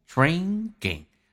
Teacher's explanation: 你要记住 drink 这个单词是一个后鼻音 drinking，这个可。还浊化成葛这个发音 drinking。